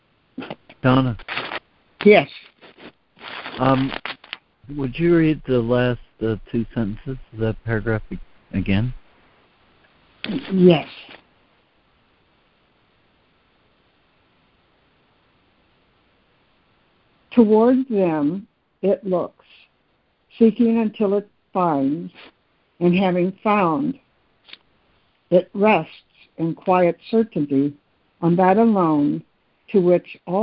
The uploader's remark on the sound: ACIM Daily Conference Call.